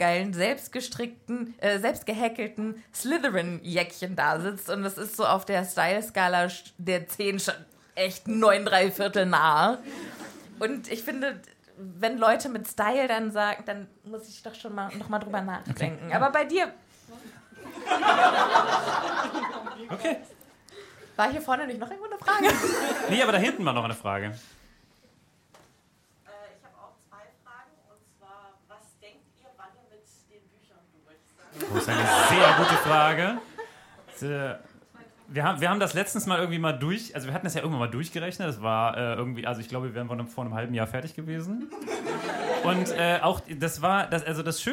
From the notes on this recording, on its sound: LIVE IN MÜNSTER. Das Happy Potter Live Publikum hat abgestimmt.